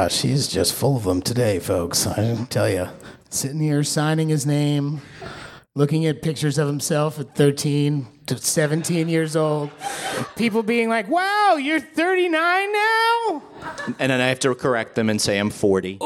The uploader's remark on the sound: LIVE from Pensacon Comic Convention 2018. The guys report back from sunny Florida and the 2018 Pensacon Comic Convention.